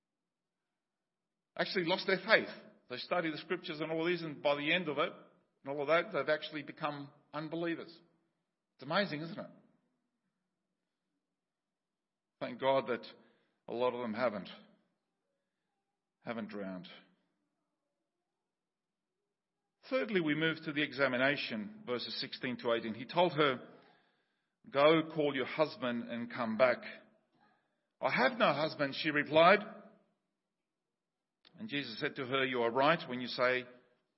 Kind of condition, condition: setting, large echoing room